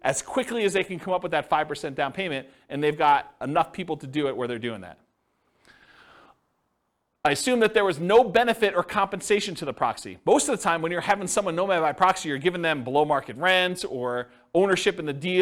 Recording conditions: live audience